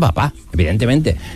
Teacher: Hay un arrastre del sonido anterior al sonido que viene a continuación. En papá, esa segunda P lleva un poquito de la carga de cómo teníamos la boca en la A y no será lo mismo. · Term: coarticulación